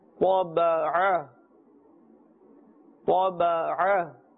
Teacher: the sound comes from the center of the throat so don't mix this with همزة